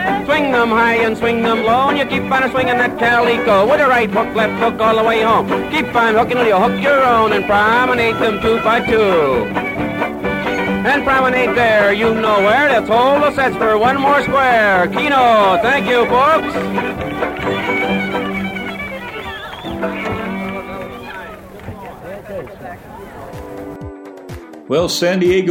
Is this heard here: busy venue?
yes